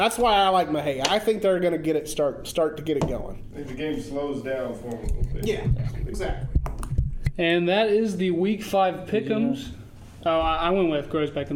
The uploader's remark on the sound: Live from the Texas Sports Hall of Fame (TSHOF) in Waco